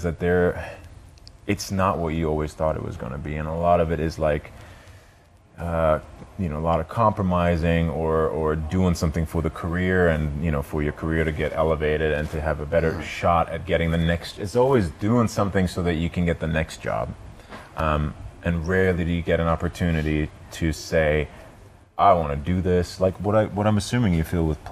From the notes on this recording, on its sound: C2C AT BENDFILM FESTIVAL 2019. This month we're sharing some of the live-streamed interviews we captured at BendFilm Festival this past October. As this was our first attempt at live-streaming an event, these bonus episodes are a little rougher around the edges than usual.